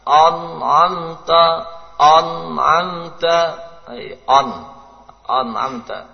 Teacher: Kesalahan pertama dengan menebalkan hamzah.